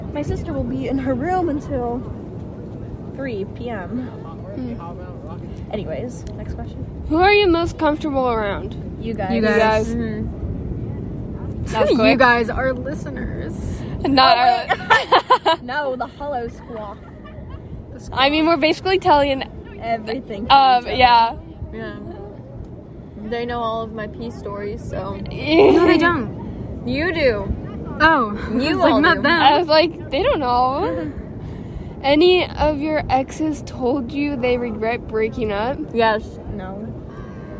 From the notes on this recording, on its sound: we finally meet up in person at the beach